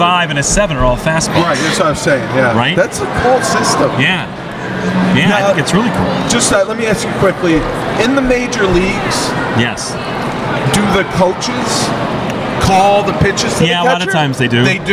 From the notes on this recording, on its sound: Sangertown Mall- On Location. Record in front of an eager audience at the Sangertown Mall in New Hartford.